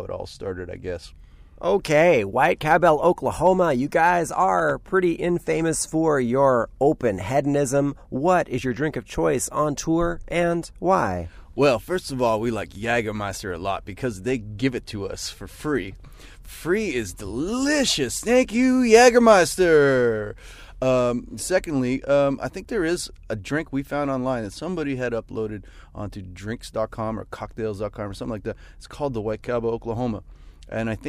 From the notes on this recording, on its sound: I had a few beers in the van. When the band stopped in Vancouver celebrating their 15th anniversary tour.